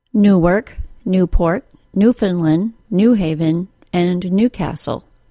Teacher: In closed compound nouns containing the word new, the word new takes the stress.